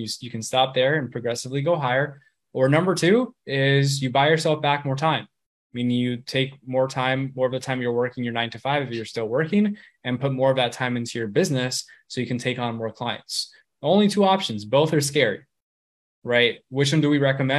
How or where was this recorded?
video call